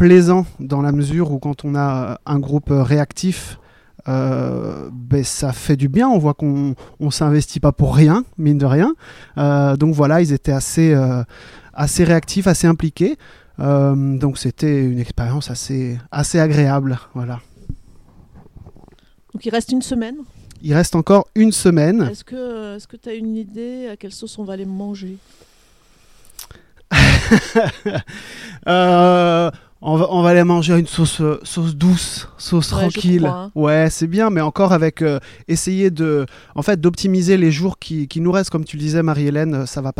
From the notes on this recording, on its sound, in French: C'est installée dans le golfe de Santa GIulia que l'équipeenregistrecette émission